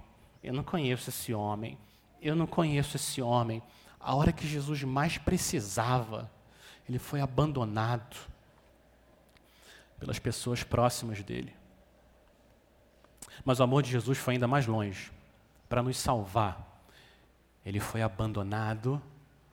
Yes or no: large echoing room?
yes